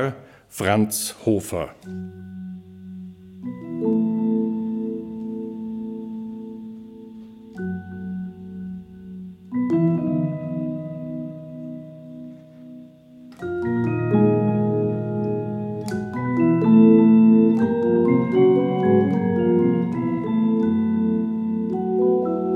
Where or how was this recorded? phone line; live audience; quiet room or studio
live audience